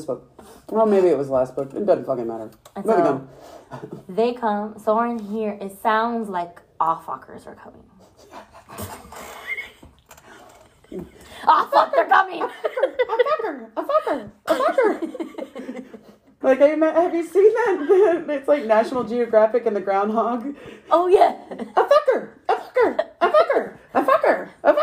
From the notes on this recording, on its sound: Please excuse all the background noise our laptop did and we did this on our phone.